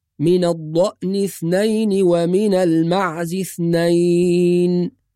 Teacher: والصواب أن العين ساكنة في رواية حفص عن عاصم، فنقول من الضأن اثنين ومن المعز اثنين.